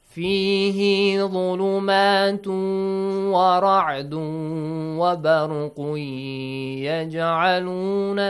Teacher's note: the tanween dhamma will be merged with the yeah, and it's called idgham with ghunna